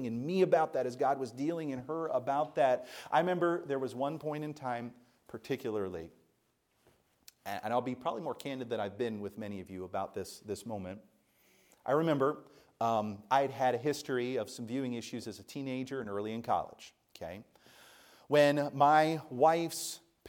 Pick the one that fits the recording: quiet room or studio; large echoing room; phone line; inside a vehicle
large echoing room